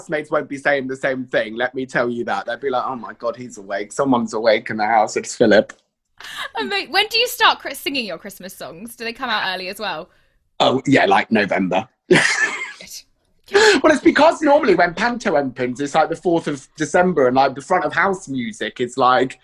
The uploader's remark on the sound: This episode was recorded remotely over Zoom. This series was recorded remotely over Zoom during the second lockdown.